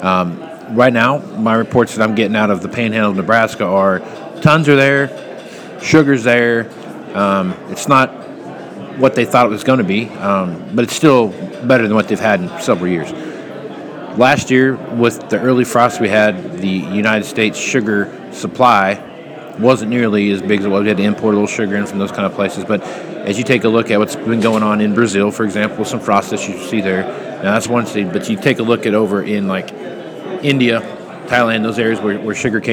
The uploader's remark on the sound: live at the Moving Iron Summit